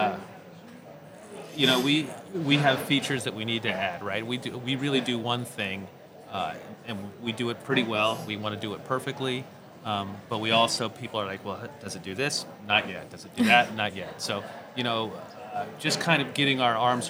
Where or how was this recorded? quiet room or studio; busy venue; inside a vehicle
busy venue